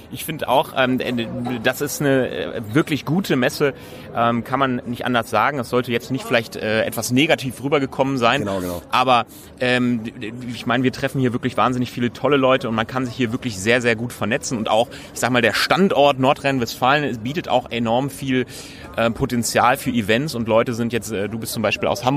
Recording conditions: busy venue